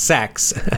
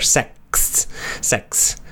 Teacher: It sounds very, it's, you know, the pronunciation is very close to S-E-X, sex, but you have to put a little more of a T sound there · Shown in: second take